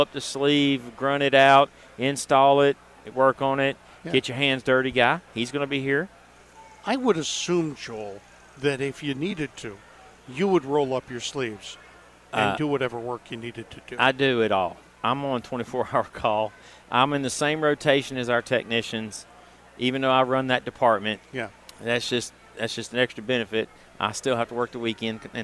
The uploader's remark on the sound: Live from the "Southern Ideal Home Show"